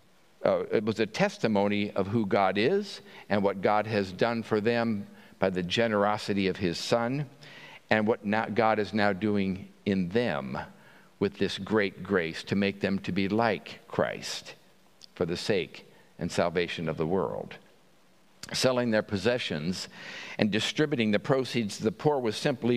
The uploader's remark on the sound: At Pender UMC Traditional Worship on Sunday, September 24, 2023